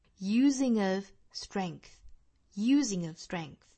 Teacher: Using,做重读，再和后面 of 连读